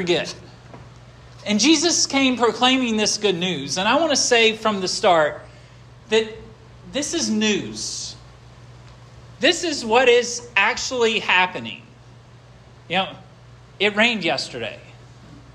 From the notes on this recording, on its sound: This sermon was preached at Hope Fellowship